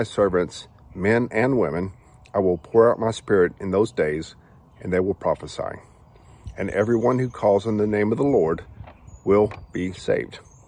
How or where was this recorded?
large echoing room